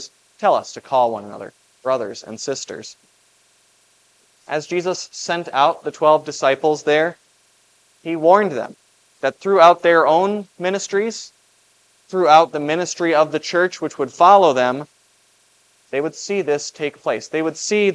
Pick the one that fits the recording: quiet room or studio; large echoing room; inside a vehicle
large echoing room